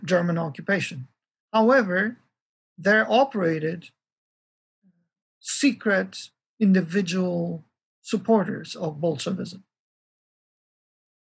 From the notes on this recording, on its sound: This lecture is a part of our 10th Annual Kościuszko Chair Spring Symposium in honor of Lady Blanka Rosenstiel.